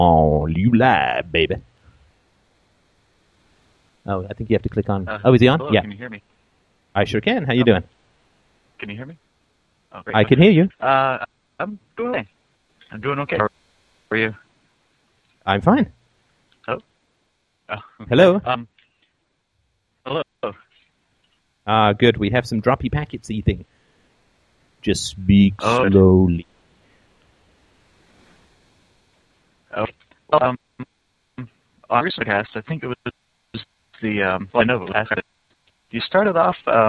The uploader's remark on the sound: Call In Show